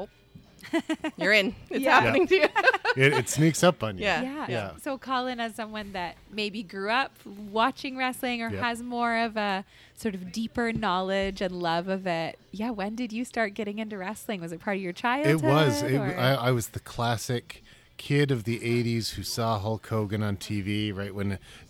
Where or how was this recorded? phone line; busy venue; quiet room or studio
busy venue